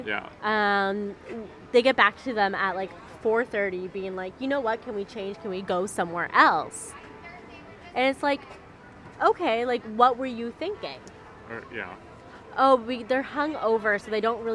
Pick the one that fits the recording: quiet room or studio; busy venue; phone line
busy venue